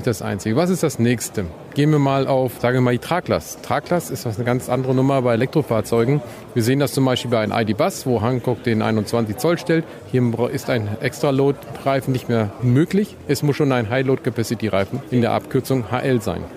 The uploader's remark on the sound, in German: Vortrag auf der zweiten VDE E-MOBILITY CONFERENCE in Bad Vilbel